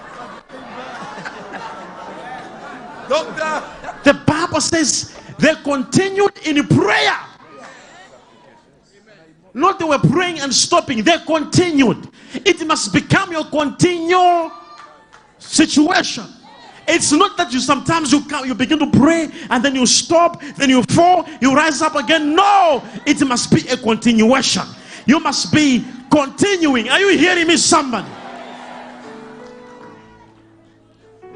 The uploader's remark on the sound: LIVE SUNDAY SERVICE| ECG CHURCH